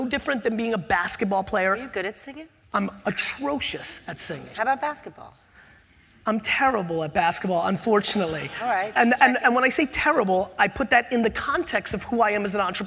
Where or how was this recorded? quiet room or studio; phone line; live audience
live audience